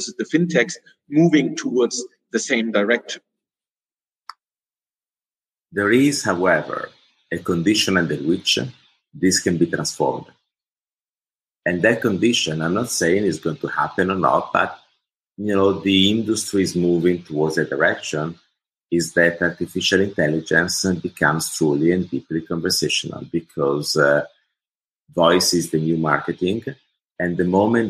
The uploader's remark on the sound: This is the audio track of a Google Hangout.